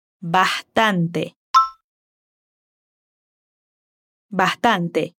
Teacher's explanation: también aspira la S al decir bastante.